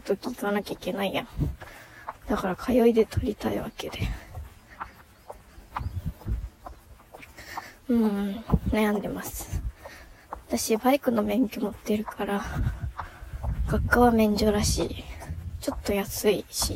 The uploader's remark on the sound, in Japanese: 久しぶりのお外で収録